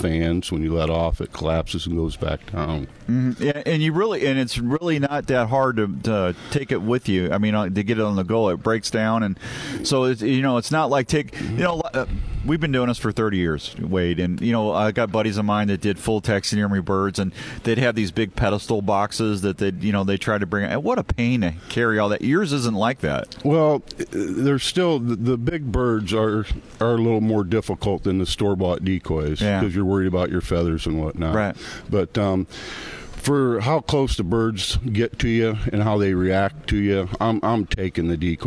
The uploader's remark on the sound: Live from the Iowa Deer Classic